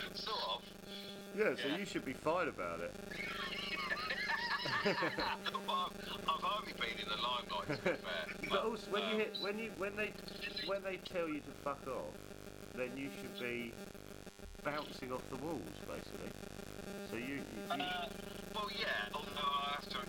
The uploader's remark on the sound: We're really sorry about the audio.